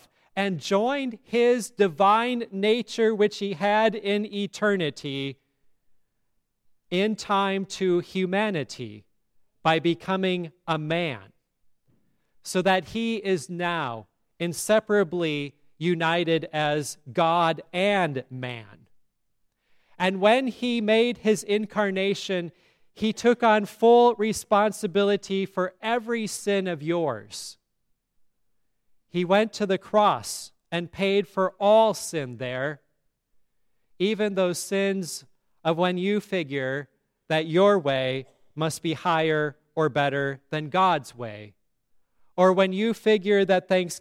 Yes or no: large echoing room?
yes